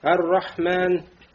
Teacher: аль и ро тяжело произнести, да, поэтому лям входит в ро.